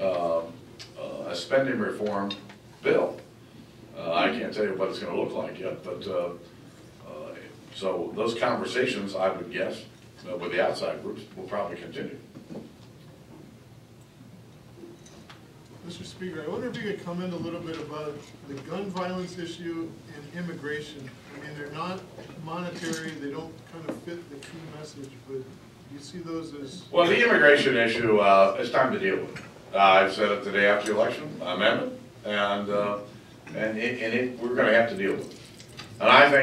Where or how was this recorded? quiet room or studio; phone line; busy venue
busy venue